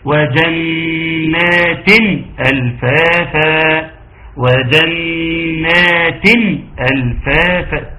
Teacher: عاوز اشوف الرابطه بين الكلمه الاولى اللي هي وجنات والكلمه الثانيه اللي هي الفافا، بتتربط بتن اللي هي تاء نون